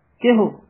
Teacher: ਸਿਹਾਰੀ ਵੀ ਲਘੂ ਮਾਤਰਾ ਔਂਕੜ ਵੀ ਲਘੂ ਮਾਤਰਾ ਛੇਤੀ ਬੋਲਣਾ ਤੇਜ਼ੀ ਨਾਲ ਬੋਲਣਾ